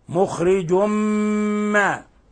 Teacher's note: إطباق الشفتين مع غنة من الخشوم · Term: إضغام بغنة